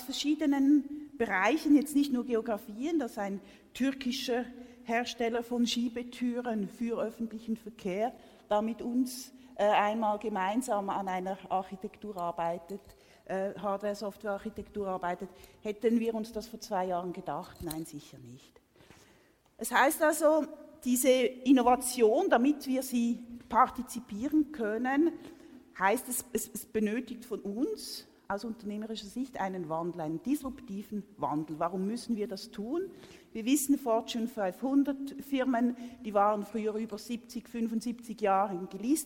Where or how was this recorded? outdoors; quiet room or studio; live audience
live audience